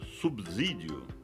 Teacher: o fonema B, sendo sonoro, tende a sonorizar o S, que é surdo, transformando-o em Z